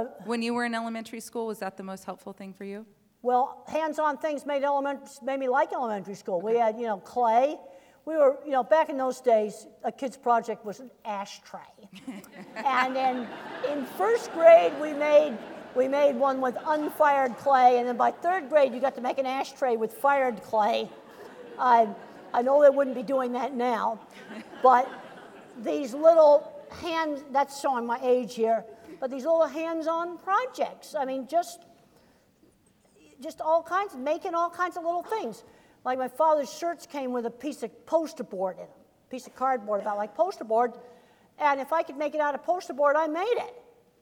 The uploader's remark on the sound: As part of the University of Washington Graduate School lecture series Equity and Difference: Rights.